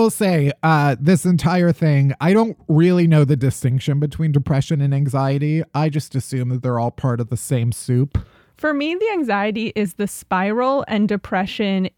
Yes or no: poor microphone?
no